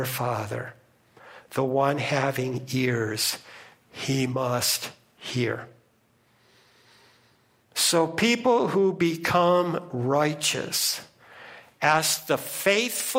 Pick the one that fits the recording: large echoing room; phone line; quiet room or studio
large echoing room